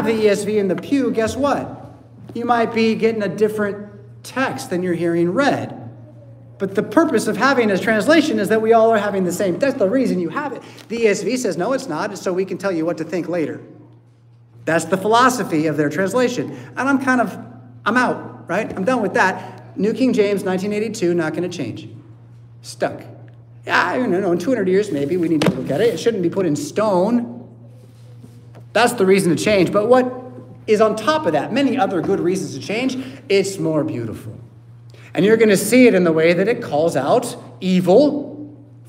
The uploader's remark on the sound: Preached at St Paul Lutheran Church , Rockford, Illinois on Sunday October 1st, 2023.